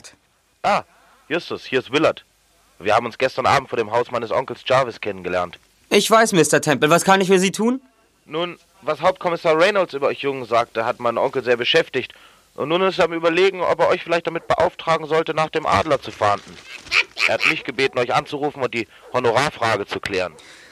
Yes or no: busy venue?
no